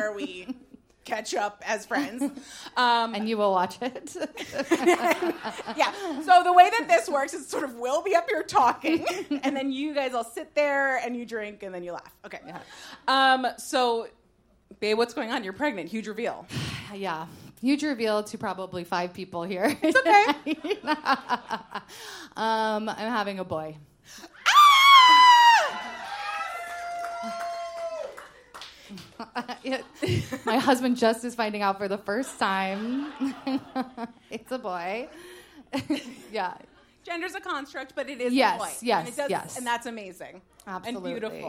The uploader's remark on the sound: Please enjoy this re-release of our LIVE SHOW. Record How Were U Brainwashed LIVE at the Green Room 42.